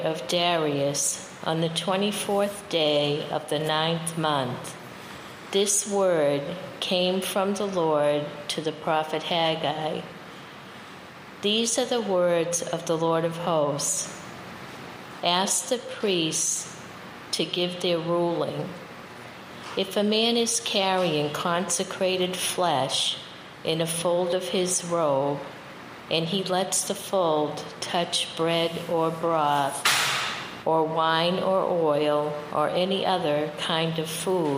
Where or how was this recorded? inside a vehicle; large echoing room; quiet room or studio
large echoing room